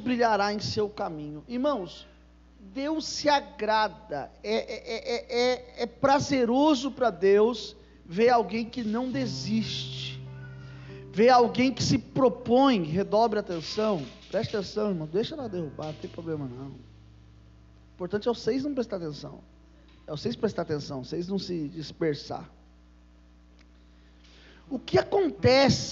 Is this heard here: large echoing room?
yes